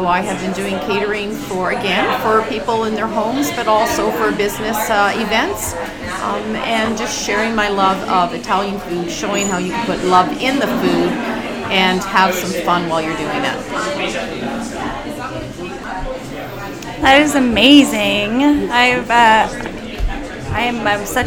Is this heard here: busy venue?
yes